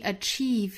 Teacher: achieve 它是一个紧张的长音 e